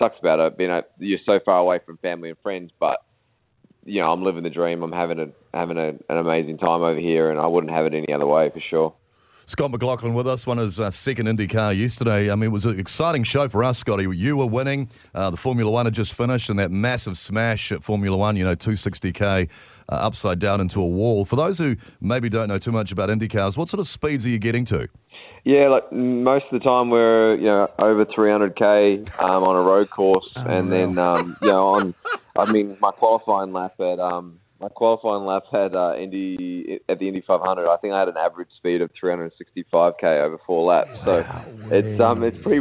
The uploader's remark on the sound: joined us on the phone